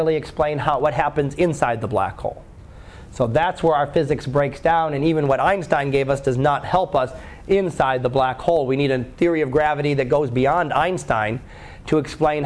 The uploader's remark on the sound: Live Class Lecture